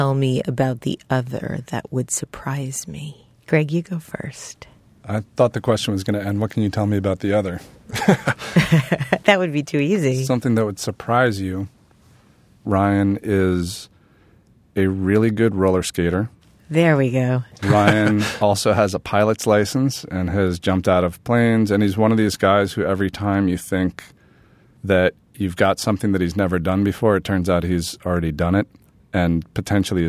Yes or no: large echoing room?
no